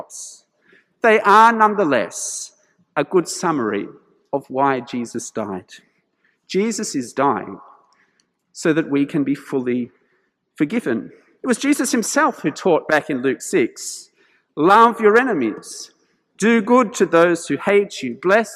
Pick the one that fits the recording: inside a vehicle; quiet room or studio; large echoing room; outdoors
large echoing room